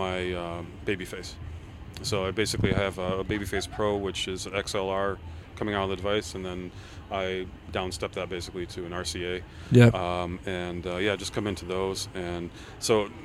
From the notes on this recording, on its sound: PODCAST AT A FESTIVAL. WE are at the Electric love music festival.